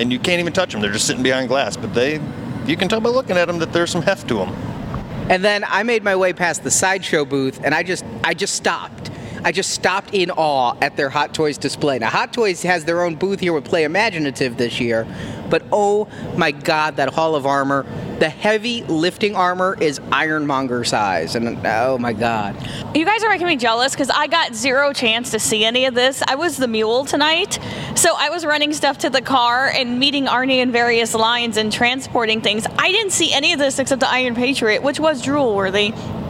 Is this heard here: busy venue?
yes